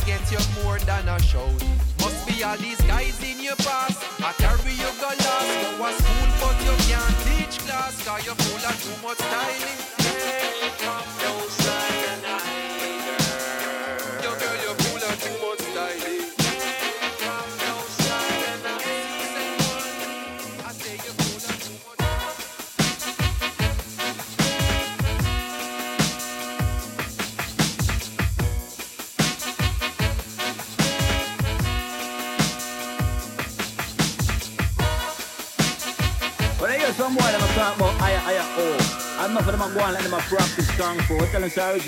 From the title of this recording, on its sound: LIVE FROM C▲S▲ R▲ST▲ S▲NT▲ ROS▲